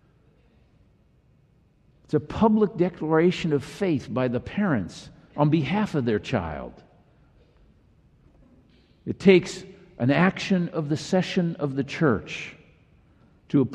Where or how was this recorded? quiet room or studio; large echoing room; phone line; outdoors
large echoing room